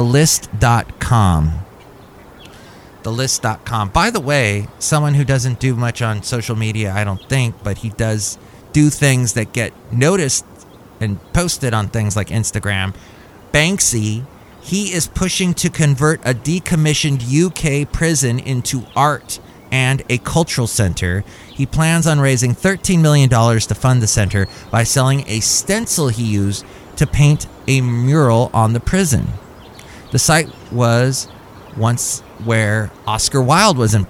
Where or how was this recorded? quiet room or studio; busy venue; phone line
busy venue